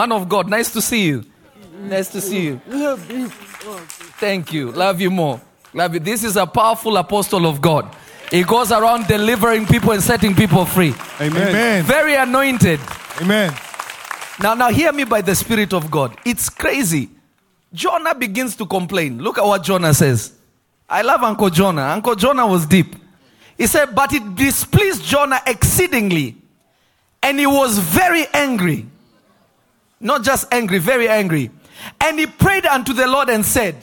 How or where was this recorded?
live audience